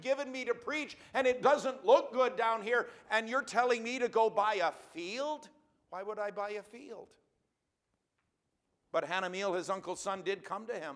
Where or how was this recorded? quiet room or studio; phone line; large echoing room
large echoing room